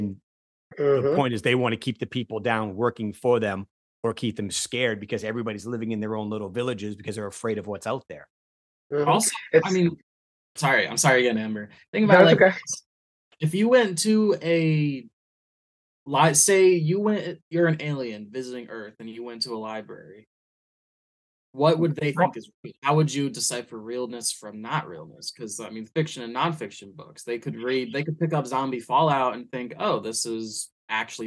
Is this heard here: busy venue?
no